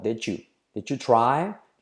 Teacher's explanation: Al unir la D de did con la Y se forma un sonido de letra clave J.